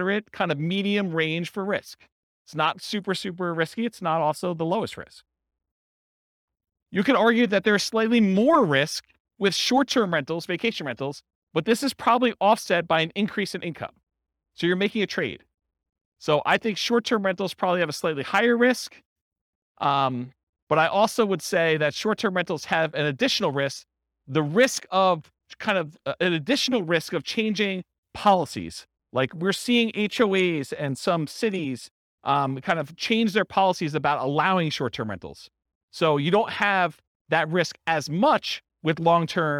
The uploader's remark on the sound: This was a live class recorded to give investors a solid overview of the buy and hold real estate investing strategy including short-term rentals. Live in-person version.